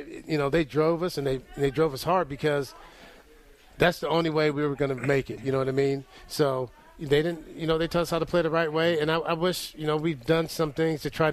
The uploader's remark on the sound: Live from Restore Hyperwellness